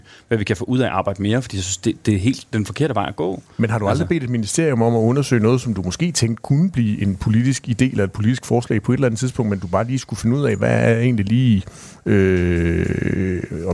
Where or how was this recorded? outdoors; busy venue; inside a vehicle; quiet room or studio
busy venue